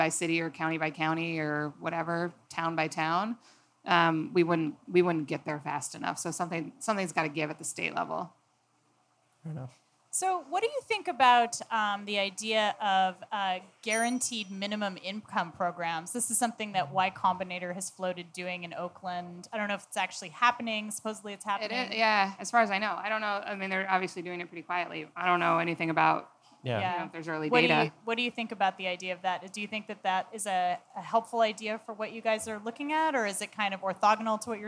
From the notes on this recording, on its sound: Recorded live August 16, 2017 at Eli's Mile High Club in Oakland, CA.